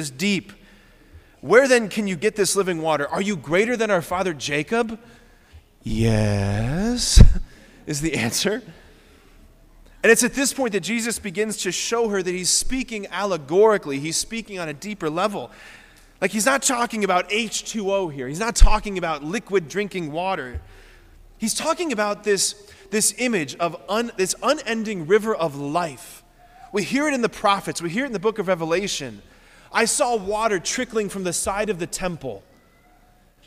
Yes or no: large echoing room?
yes